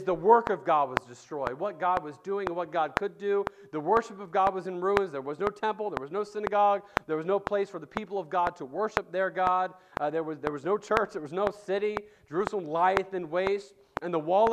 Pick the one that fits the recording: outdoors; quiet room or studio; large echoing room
large echoing room